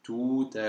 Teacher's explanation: you want to make sure that the one that's the liaison, tout est, is a little bit lighter.